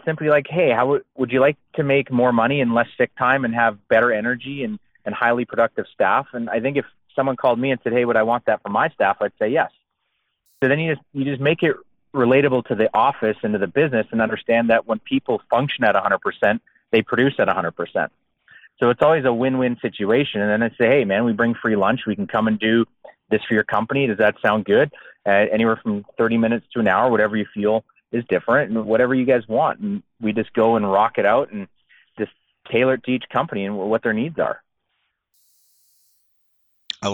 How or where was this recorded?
phone line